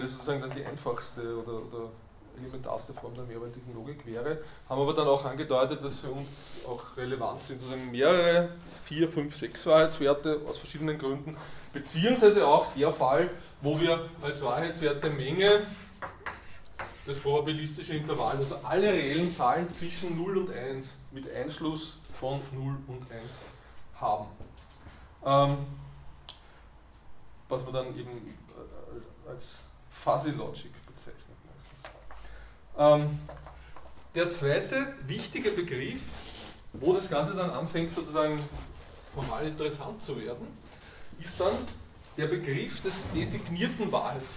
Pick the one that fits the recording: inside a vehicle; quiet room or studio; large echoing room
large echoing room